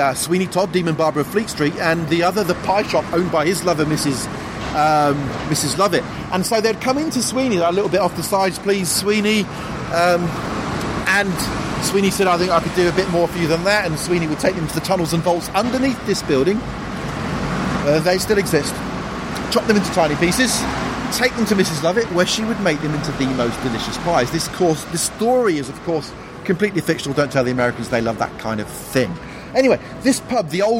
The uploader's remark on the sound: If you like the sound of the pubs in this episode